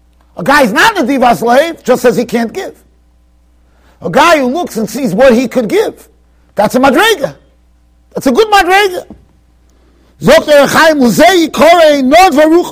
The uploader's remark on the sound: Shiur recorded in Yeshivas Ohr Reuven, Monsey NY